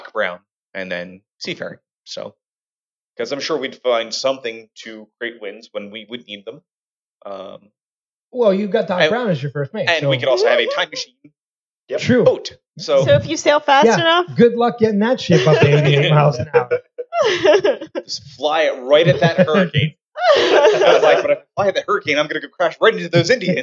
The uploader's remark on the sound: As they live stream the show for the first time (minor audio issues, and audio improvements…..)